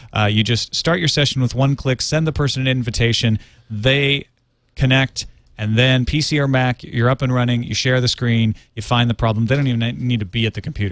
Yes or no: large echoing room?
no